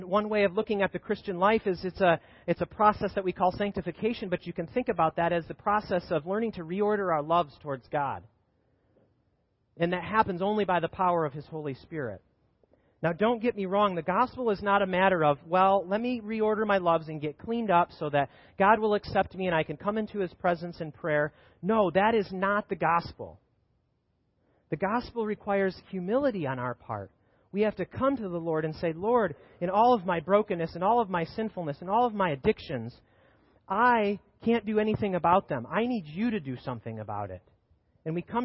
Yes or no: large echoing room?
yes